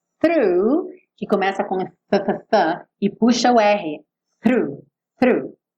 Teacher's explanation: pensa no through, que começa com f-f-f e puxa o R. Through, through.